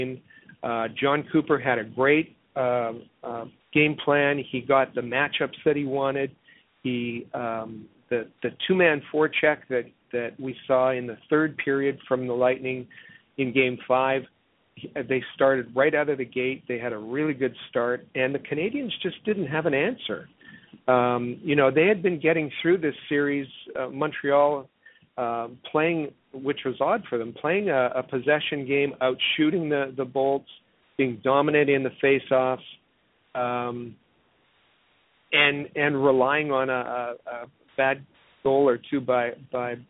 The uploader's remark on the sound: We take your phone calls.